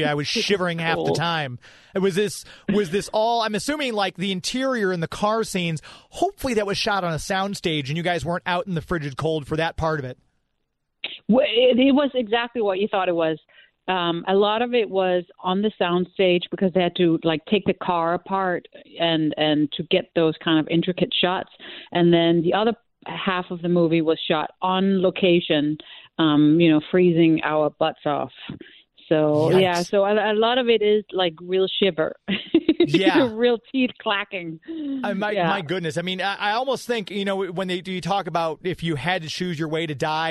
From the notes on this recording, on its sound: called in to chat